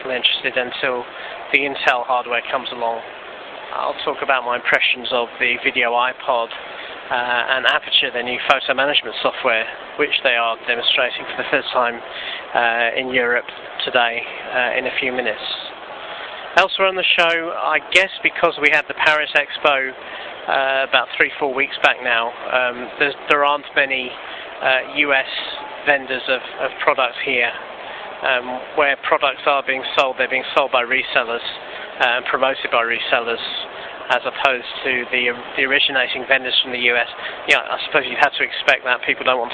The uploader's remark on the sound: recorded from the showroom floor at MacExpo in London